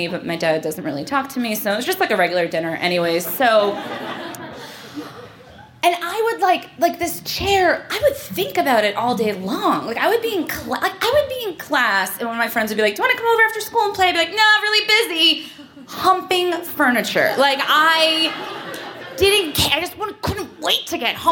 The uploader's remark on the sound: Recorded live in New York City.